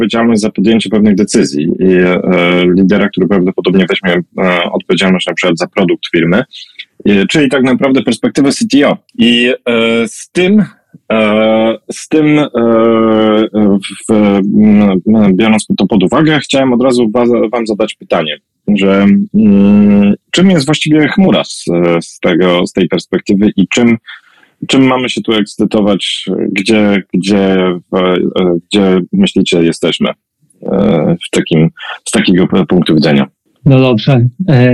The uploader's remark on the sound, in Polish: To nagranie jest zapisem spotkania na Twitter Spaces, tak jak zostało przeprowadzone, bez dodatkowej obróbki.